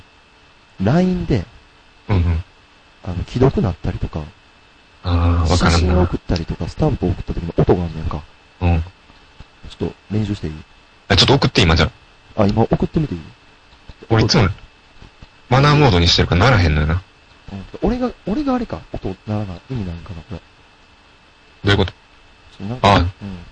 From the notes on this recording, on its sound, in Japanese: 楽しく話をしていますが、録音ミスで音割れがひどいです。